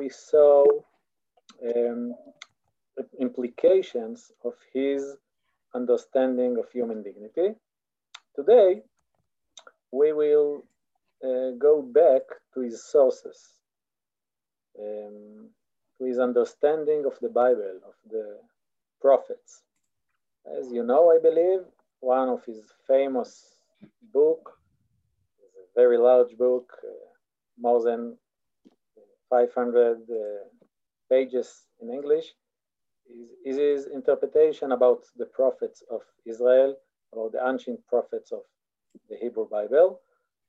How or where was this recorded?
video call